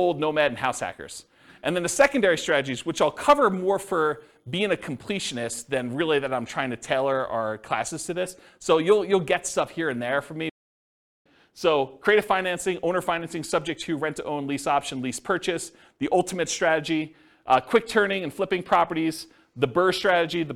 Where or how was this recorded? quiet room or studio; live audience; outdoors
live audience